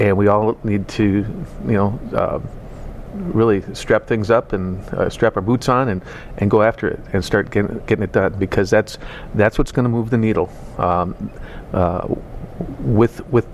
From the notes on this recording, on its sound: Live at #2018AAC